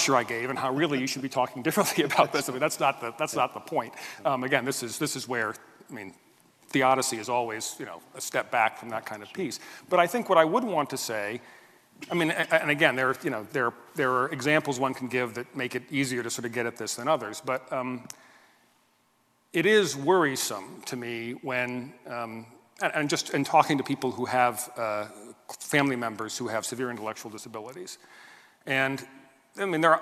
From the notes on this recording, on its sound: This GodPod was recorded as part of a lecture. This lecture was part of the McDonald Lecture Series – a collaboration between St Mellitus College and the McDonald Agape Foundation.